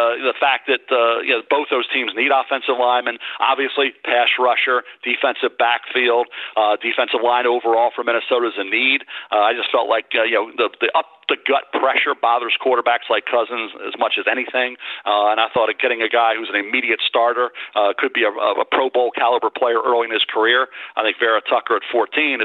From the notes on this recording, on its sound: NFL Draft Conference Call.